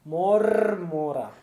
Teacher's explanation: when it ends that first syllable, that R, yeah, must be rolled